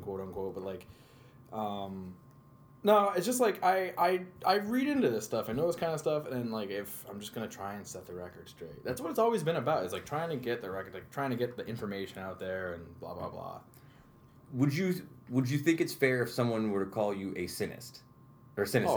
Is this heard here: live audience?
no